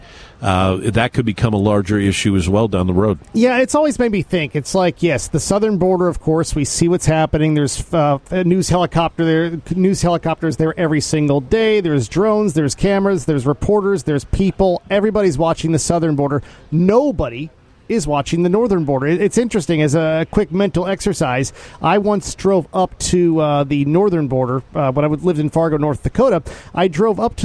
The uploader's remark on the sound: Broadcasting live from Washington DC during the FAIR Hold their Feet 2 the Fire Convention.